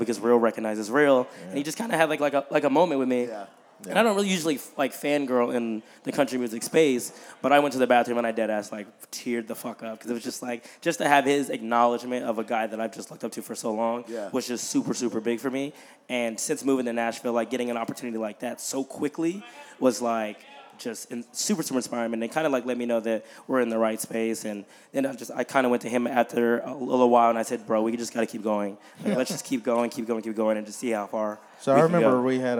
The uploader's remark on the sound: Broadcasting live from the iconic Live Oak Music Row in Nashville.